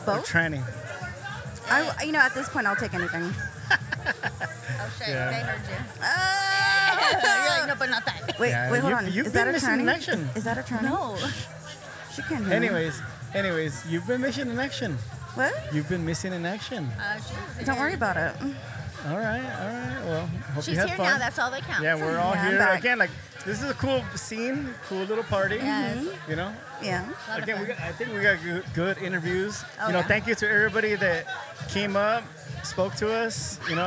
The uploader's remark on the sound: recorded at Athena's, a lifestyle swinger hideaway